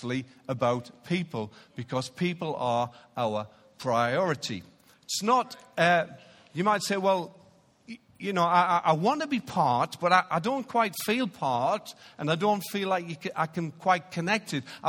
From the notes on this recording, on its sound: Recorded live at Life Church Lancashire on 17th March 2019.